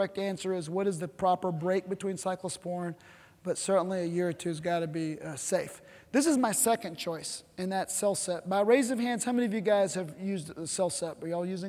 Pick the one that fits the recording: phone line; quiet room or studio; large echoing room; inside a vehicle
large echoing room